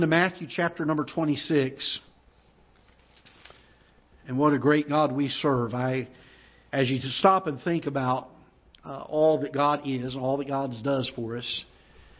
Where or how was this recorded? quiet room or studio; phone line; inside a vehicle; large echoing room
large echoing room